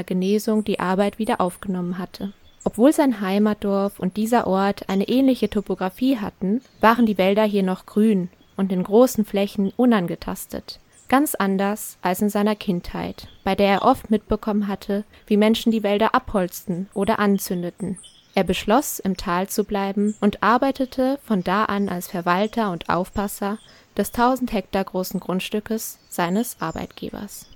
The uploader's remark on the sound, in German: die Aufnahmen der Waldgeräusche aus dem Nebelwald in Mindo Lindo